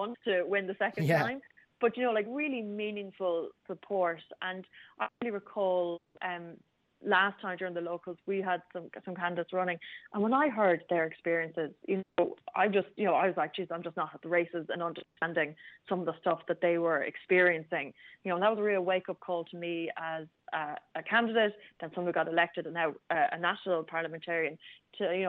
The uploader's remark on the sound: Steps out of the sound booth and into the studio. Joins us by phone. Is in studio.